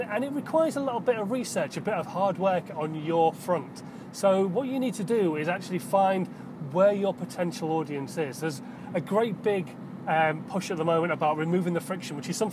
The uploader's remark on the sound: In my Car